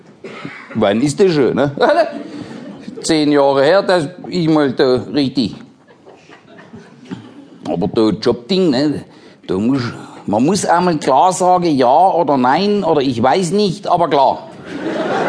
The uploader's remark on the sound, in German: Sein neues Programm live aufgenommen in der Käs in Frankfurt.